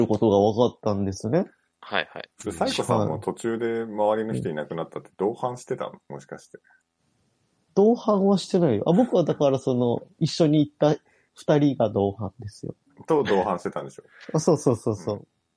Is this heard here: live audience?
no